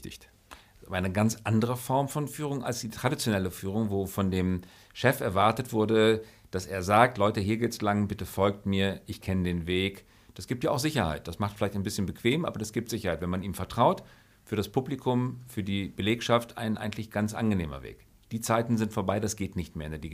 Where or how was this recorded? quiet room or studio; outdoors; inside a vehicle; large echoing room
quiet room or studio